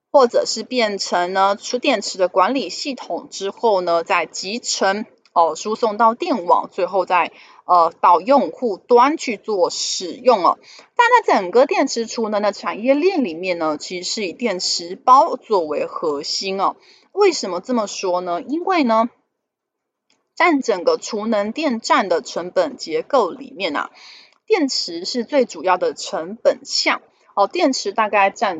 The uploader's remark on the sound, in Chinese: 本集有些許雜音，已亟力避免，如有察覺請多多包涵